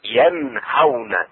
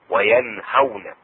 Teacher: إظهار النون الساكنة في الهاء